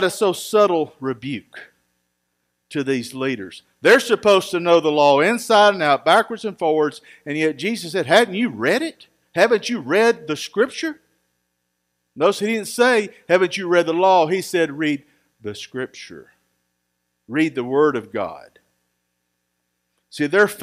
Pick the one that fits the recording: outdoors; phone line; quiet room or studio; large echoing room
large echoing room